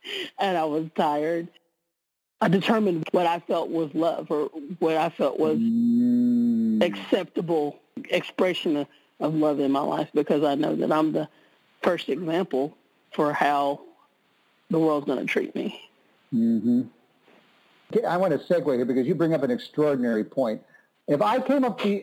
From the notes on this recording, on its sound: Conference-call based classes. We record (then broadcast) our classes.